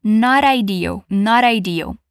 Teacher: esse T em not, ele pode soar com um som meio de R. Então, conectando com a palavra que vem depois, fica not ideal, not ideal.